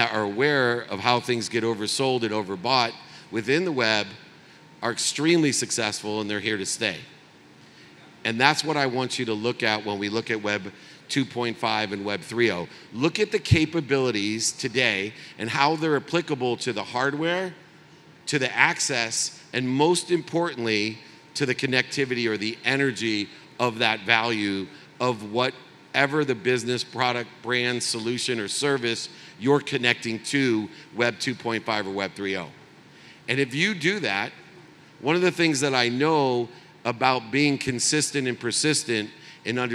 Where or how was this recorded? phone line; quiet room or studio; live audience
live audience